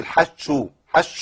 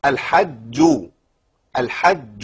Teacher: حرف الشين بياتي من نص اللسان وحرف الجيم ياتي من نص اللسان، فلا بد من بيان المخرج